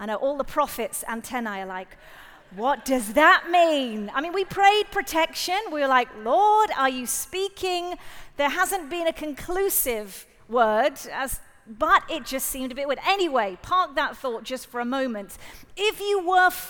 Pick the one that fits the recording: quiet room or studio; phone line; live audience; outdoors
live audience